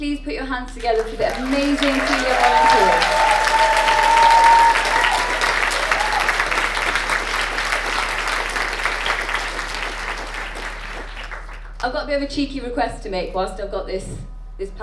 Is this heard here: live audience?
yes